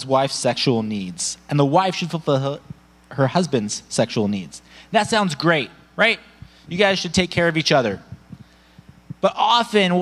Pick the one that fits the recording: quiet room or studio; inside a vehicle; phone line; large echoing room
large echoing room